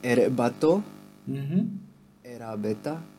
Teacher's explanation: they have the R as a substitute for the L